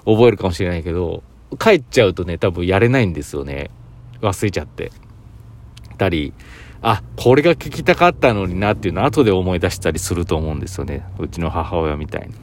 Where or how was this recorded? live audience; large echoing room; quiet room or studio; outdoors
outdoors